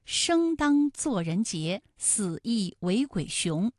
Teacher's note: 生当雄这几个字呢，它们都是后鼻音，分别有后鼻韵母 ng、ang、wng。前鼻音